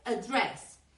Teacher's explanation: con el acento al final, con el acento como en possess, poseer.